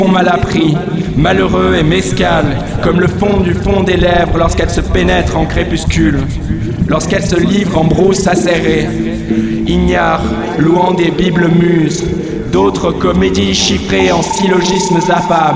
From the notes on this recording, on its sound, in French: Lecture faite à Grenoble au 102 rue d’Alembert un ancien squat devenu un repaire de hipster